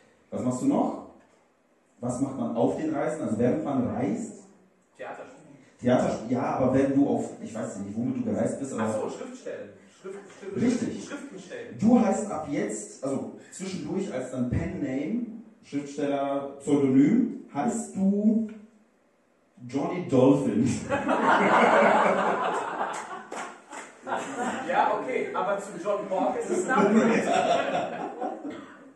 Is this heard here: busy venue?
yes